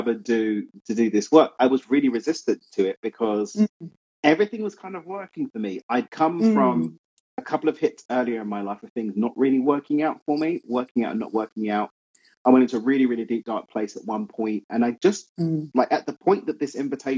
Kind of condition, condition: link, video call